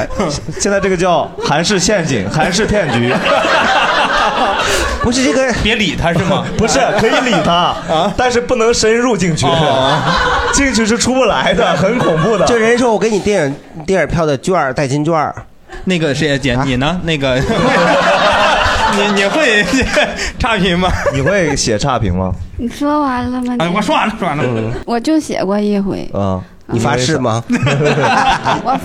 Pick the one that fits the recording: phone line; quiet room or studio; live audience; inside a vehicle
live audience